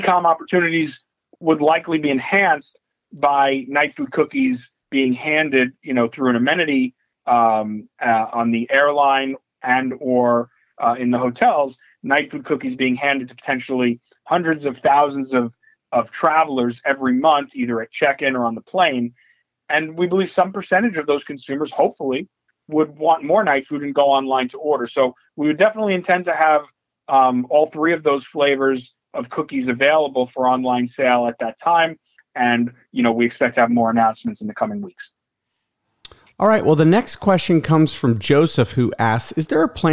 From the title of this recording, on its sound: Nightfood March 2023 Conference Call